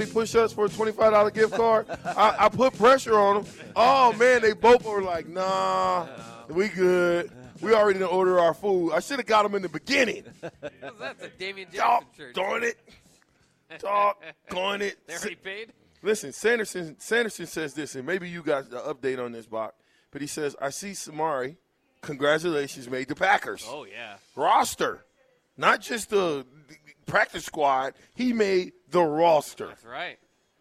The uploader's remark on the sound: LIVE at Wingstop